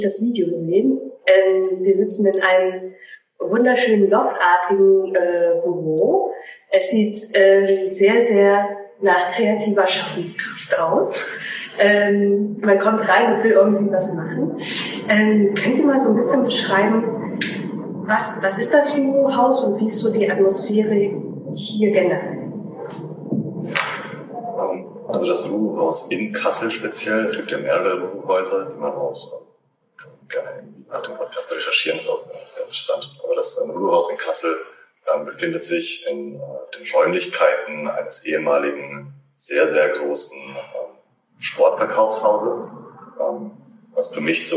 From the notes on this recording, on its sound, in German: Leider ist diese Folge geprägt von Soundproblemen